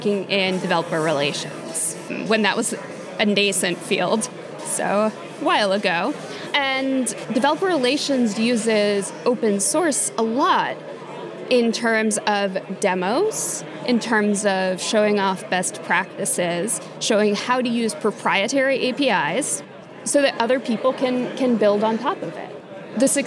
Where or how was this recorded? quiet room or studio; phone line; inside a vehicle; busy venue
busy venue